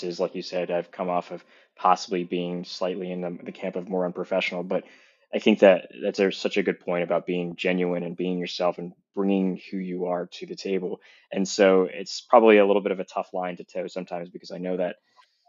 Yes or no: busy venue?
no